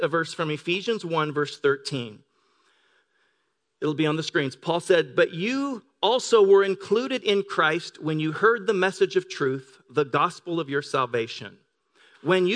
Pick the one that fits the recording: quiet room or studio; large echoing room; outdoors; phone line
large echoing room